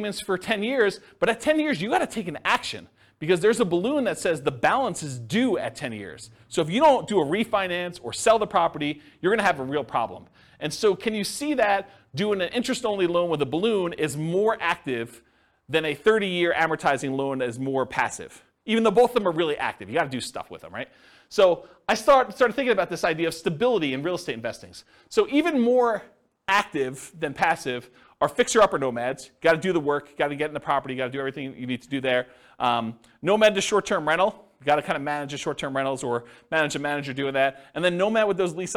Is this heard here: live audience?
yes